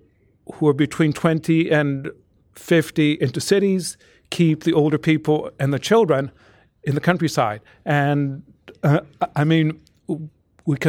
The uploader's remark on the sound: Recorded at La Trobe University (City Campus) on 21st March 2018, in an event co-hosted by the John Richards Centre for Rural Ageing Research.